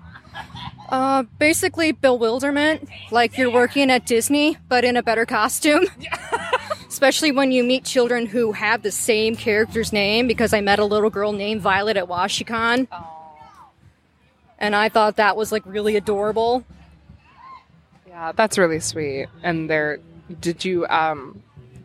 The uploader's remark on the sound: Live at Cosplay Beach Party